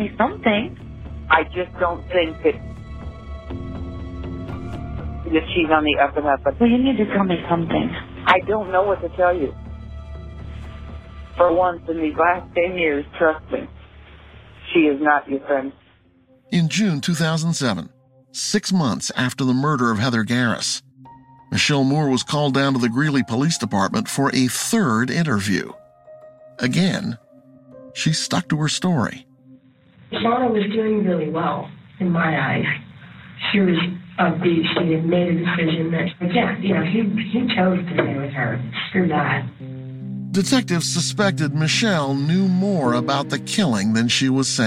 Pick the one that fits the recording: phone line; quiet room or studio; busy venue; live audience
phone line